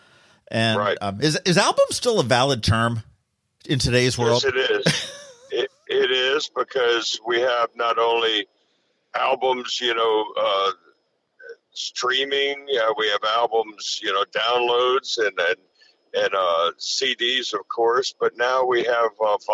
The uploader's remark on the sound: Today, we hopped on the phone